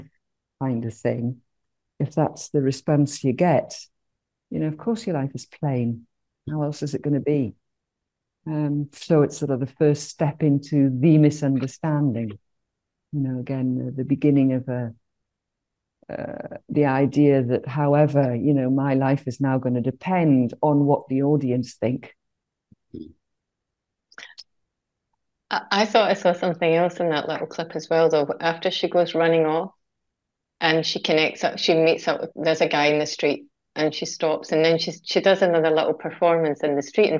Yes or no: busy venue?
no